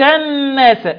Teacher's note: النون حرف غنة، النون لما يحصل فيها إدغام تبقى فيها غنة بمقدار حركتين